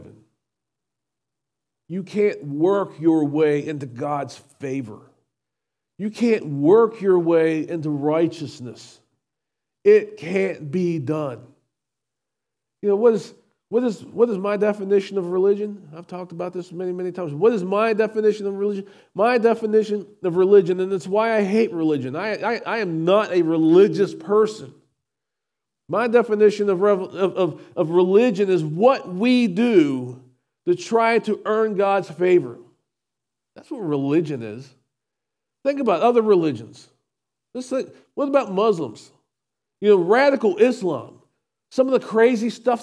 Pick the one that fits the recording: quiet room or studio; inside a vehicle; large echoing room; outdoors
large echoing room